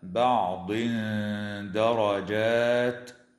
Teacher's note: ويخفى التنوين عند الدال مع الغنة مرققة في قوله تعالى: بعض درجات